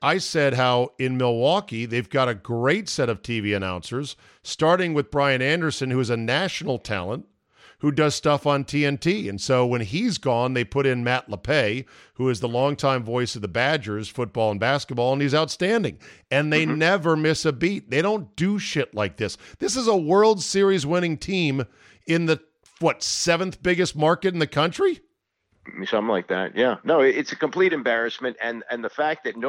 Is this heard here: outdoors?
no